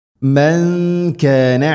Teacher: മൻ കാന സുക്കൂനുള്ള നൂനിന് ശേഷം കാഫ്, നൂനിനെ അവ്യക്തമാക്കി മണിക്കണം · Term: ഇഖ്ഫ ബിഗുന്ന